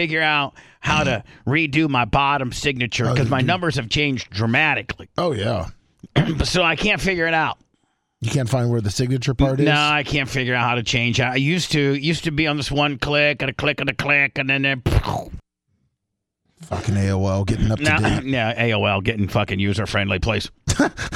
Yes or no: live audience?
no